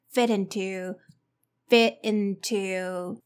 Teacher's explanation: There's a linking between fit and into, so you don't have to pronounce the t sound clearly.